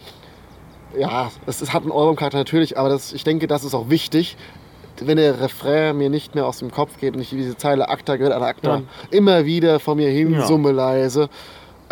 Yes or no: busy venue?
yes